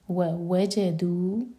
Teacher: واو الگ ورڈ اور وجدو الگ، تو جو سیکنڈ واو ہے اس پر زور دیں گے